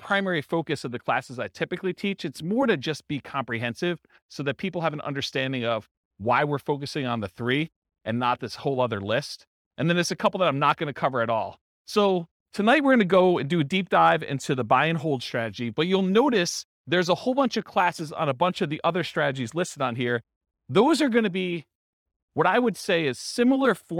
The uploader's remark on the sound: This was a live class recorded